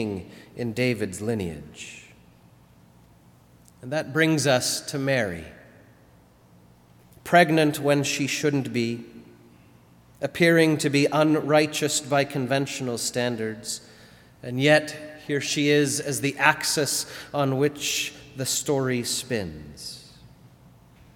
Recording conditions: large echoing room